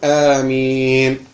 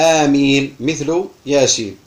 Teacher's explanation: والقول الذي عليه أكثر العلماء في ضبطها أنها تقال مع المد والتخفيف